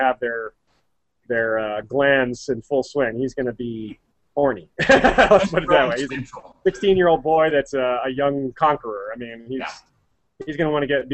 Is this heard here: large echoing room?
no